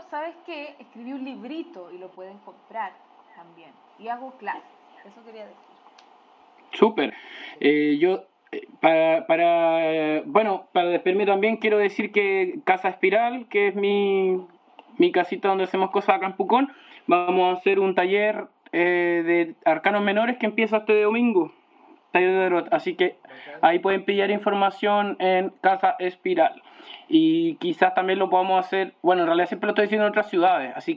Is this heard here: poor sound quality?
yes